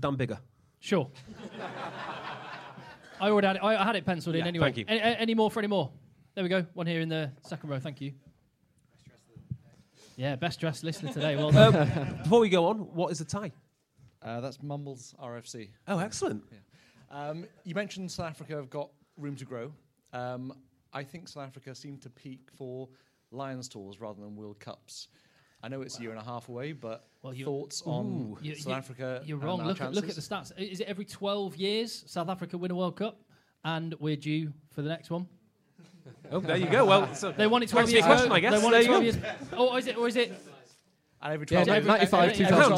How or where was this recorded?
live audience